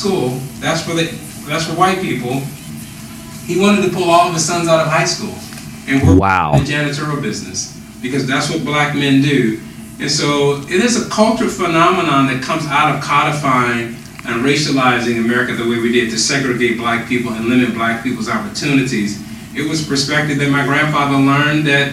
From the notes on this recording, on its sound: We’re sorry for the audio quality on this one. We recorded this on the road and one of our mics malfunctioned. We decided to post the interview despite the sub-par audio.